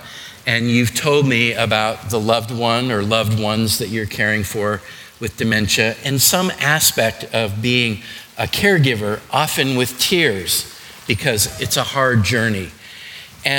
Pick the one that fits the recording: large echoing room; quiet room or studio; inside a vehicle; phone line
large echoing room